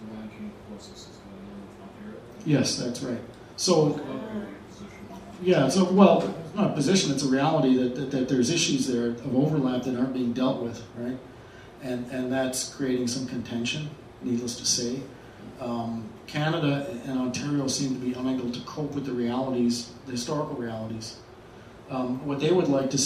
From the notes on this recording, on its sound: Presented December 8th 2015 at Octopus Books in Ottawa, unceded Algonquin territory.